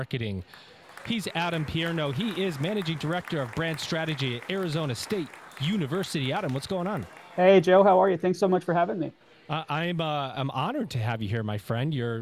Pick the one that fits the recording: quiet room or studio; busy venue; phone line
busy venue